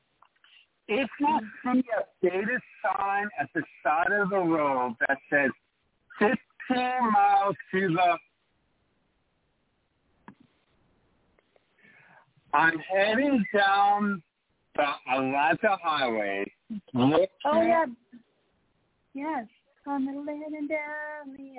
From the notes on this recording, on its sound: Taking your phone calls and chat quests/comments.